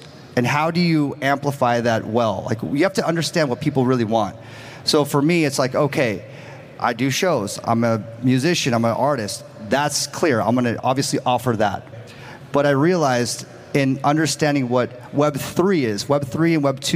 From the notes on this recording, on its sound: a keynote discussion coming straight from NFT LA